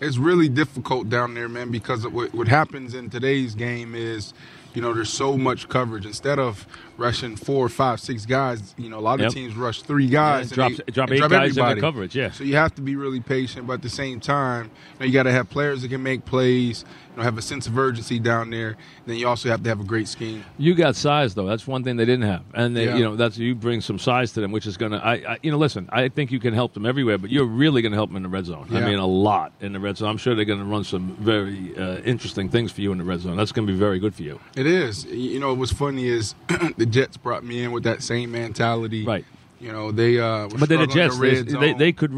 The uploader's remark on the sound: live from Giants camp